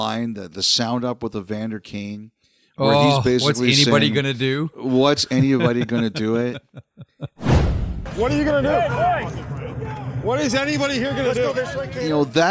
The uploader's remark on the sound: Live from Edmonton at the NHL's Heritage Classic between the Oilers and Flames.